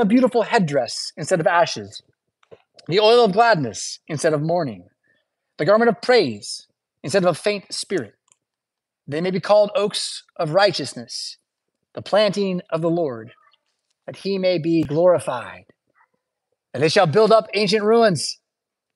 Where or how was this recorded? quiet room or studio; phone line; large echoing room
large echoing room